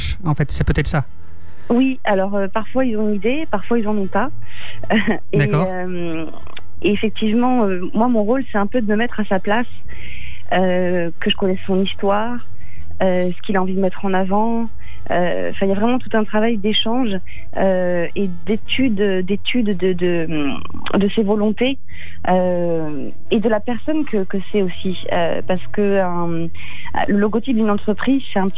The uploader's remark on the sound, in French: Malgré le confinement, FLIRT est réalisé par téléphone.